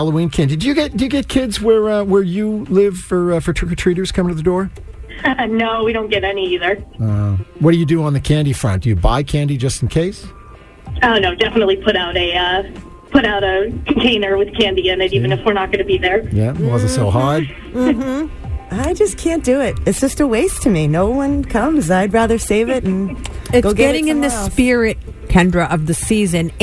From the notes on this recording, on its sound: MAGIC listeners call